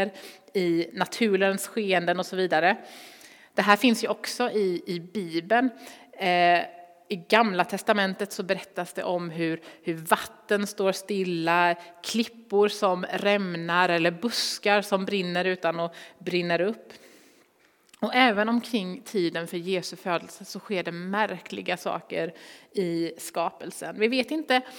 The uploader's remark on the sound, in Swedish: Inspelning från Immanuelskyrkan Skövde.